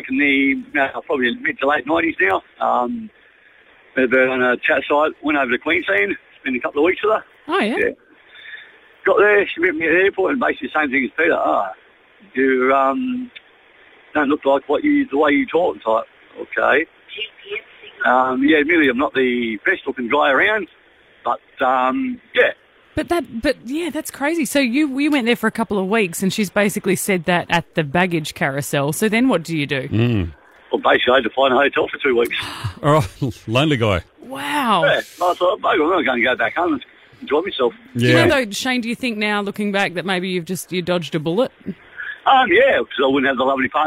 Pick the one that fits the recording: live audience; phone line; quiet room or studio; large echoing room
phone line